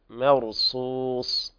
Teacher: والراء مفخمة لأنها ساكنة وقبلها مفتوح